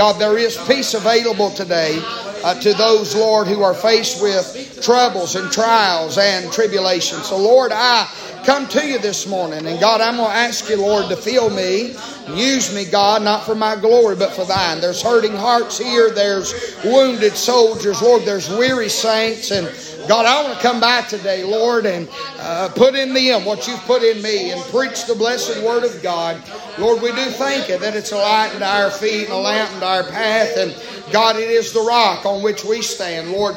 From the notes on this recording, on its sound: preaching live from Still Water Baptist Church